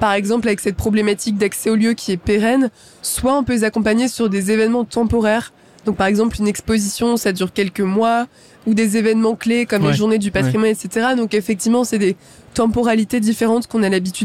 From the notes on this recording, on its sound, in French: en direct du salon Go Entrepreneurs